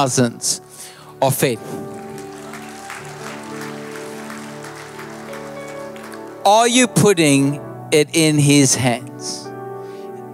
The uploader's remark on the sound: Recorded live on Sunday 11th June the 2023